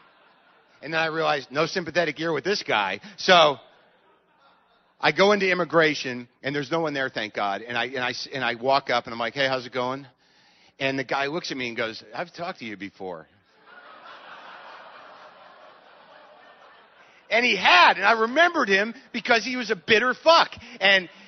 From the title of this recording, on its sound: Live from Vancouver